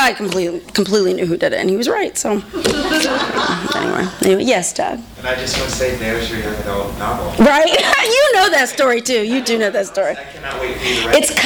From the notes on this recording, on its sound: THIS EVEN WAS RECORDED LIVE AT SKYLIGHT BOOKS SEPTEMBER 24, 2012.